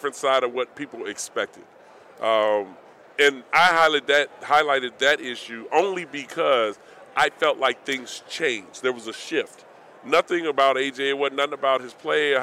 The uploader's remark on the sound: Live in Las Vegas. Live from Radio Row.